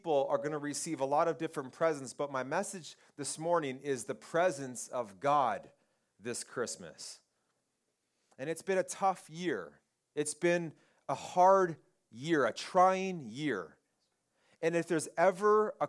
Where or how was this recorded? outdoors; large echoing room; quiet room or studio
large echoing room